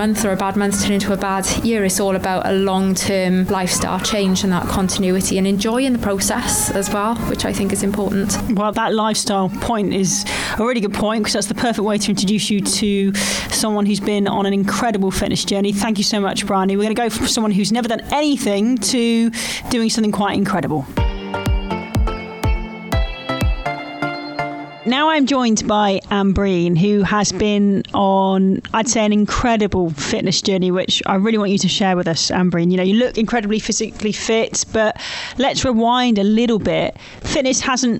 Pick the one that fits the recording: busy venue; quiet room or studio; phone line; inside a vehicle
busy venue